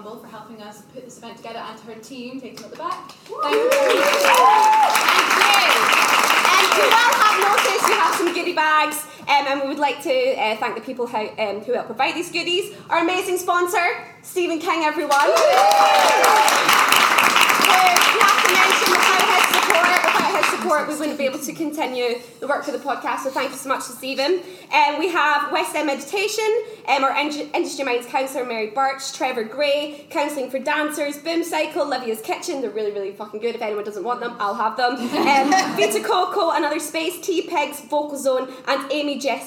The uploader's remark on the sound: Industry Minds x Bumble LIVE Podcast Event. Industry Minds and Bumble UK team up to bring you a live podcast.